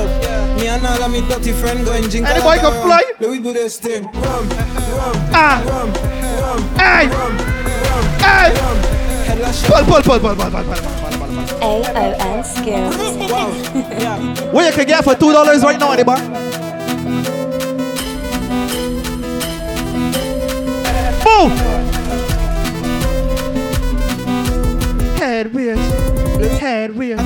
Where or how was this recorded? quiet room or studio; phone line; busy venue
busy venue